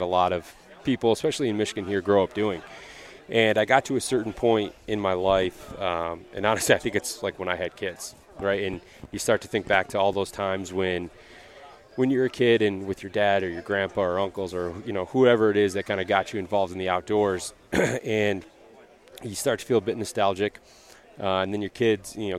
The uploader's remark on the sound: Live from the TOTAL ARCHERY CHALLENGE in Crystal Mountain Michigan.